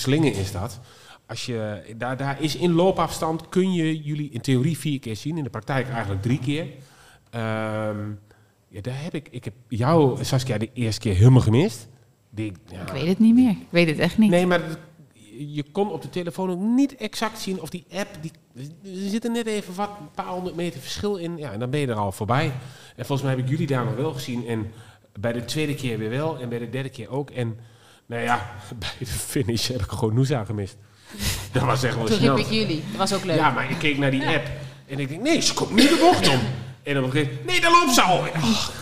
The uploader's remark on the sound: Live in front of a studio audience!!! Is deze aflevering opgenomen voor een live publiek bij Locatie Punt in Deventer!